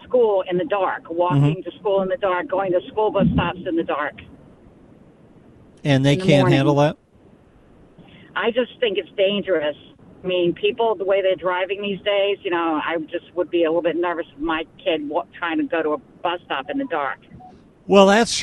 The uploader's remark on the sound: This hour is all RANTS, phone calls and fun!